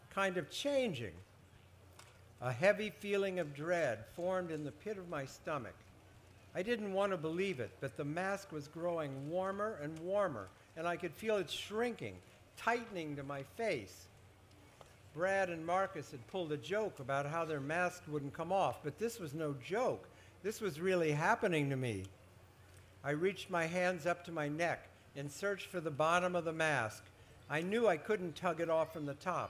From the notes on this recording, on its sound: appears at the 2012 Library of Congress National Book Festival